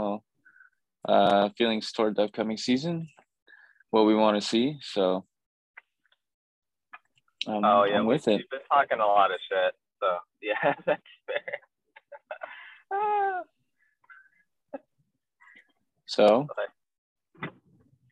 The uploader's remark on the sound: live from his car!